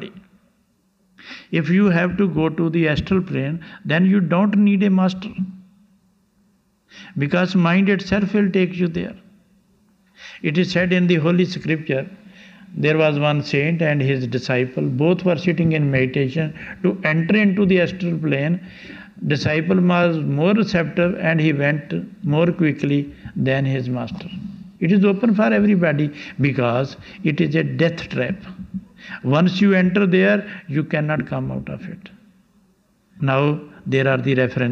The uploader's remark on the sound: Lecture from 17th July 1991 in Landshut, Germany